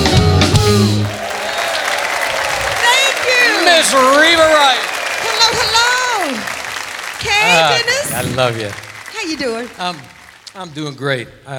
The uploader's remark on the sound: Live at the SouthPoint Casino